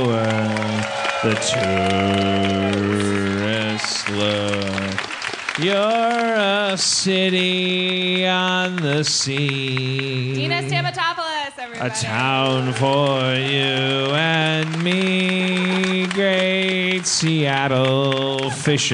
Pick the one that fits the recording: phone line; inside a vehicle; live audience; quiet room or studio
live audience